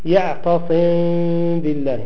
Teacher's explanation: الإخفاء بالفرجة بين الشفتين